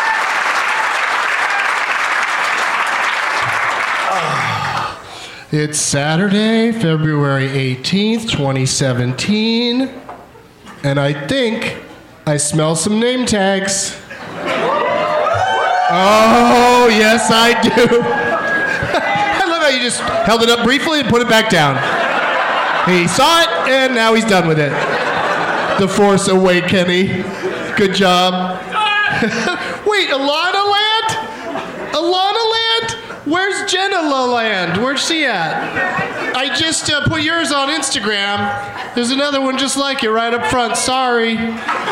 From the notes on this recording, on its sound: Live from Goodnight's Comedy Club in Raleigh